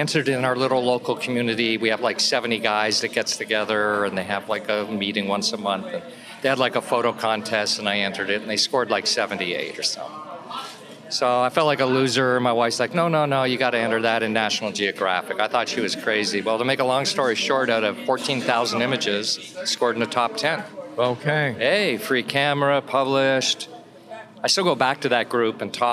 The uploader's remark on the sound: Because we were recording as part of the Lumix Day event, several interesting photographers and videographers, each a Lumix ambassador, were speaking at the B&H Event Space.